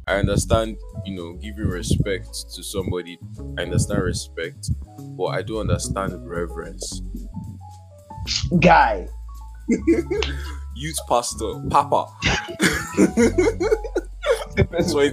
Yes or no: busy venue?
no